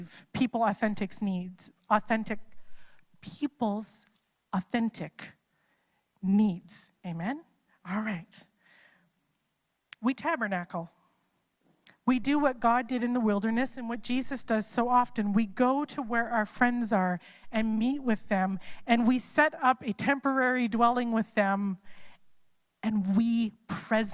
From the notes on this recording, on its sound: It's a LIVE service!